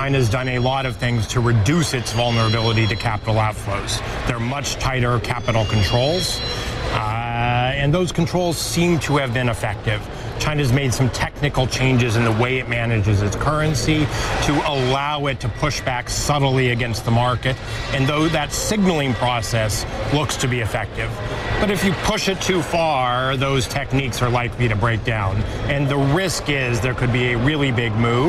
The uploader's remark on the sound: live from the New York Stock Exchange